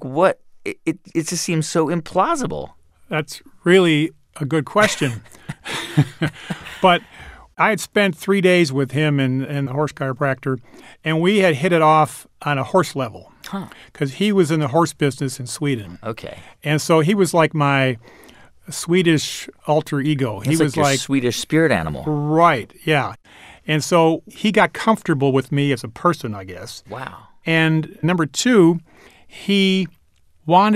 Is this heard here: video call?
no